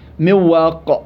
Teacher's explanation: إذا ذهب ذات النون أصبحت واو أصبحت واو وبقيت صفة النون ألا وهي الغنة · Term: الإضغام الناقص